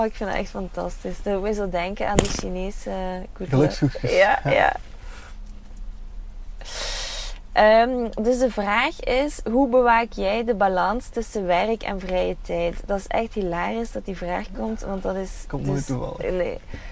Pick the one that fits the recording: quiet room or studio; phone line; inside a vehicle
inside a vehicle